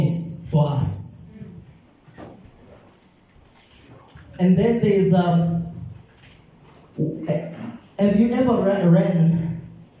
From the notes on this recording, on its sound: This sermon was recorded live from Montclair SDA church.